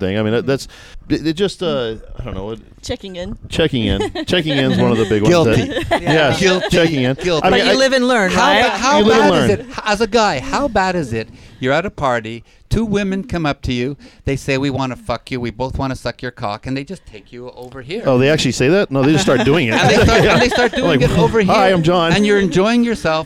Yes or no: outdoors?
yes